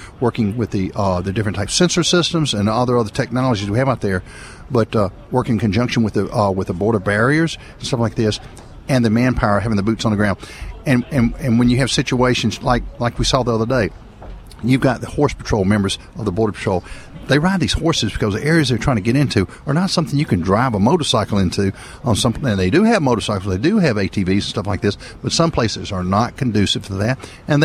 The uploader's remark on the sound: Broadcasting live from Washington DC during the FAIR Hold their Feet 2 the Fire Convention.